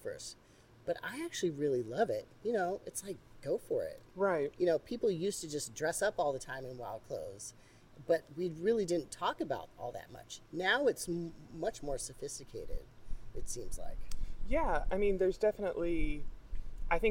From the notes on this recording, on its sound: We filmed this interview outdoors, so there is some ambient noise, although I did try using a noise reduction filter.